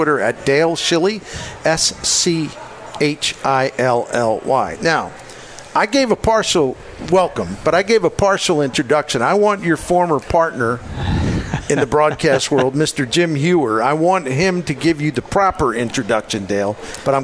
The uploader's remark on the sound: Live at Friendly's